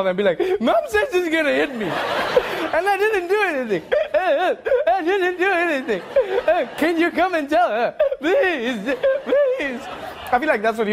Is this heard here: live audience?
yes